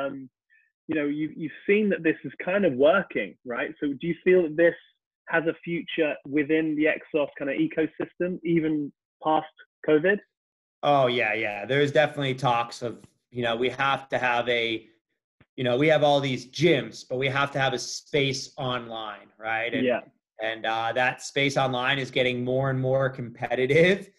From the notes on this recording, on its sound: This episode was recorded via ZOOM during COVID-19 lockdown. We have tried to improve the sound as much as possible.